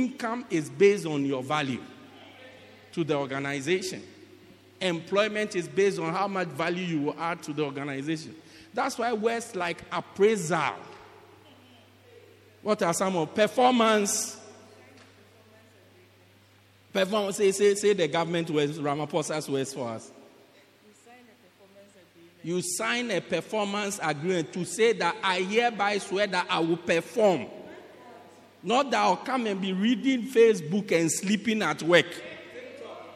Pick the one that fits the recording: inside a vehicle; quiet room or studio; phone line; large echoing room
large echoing room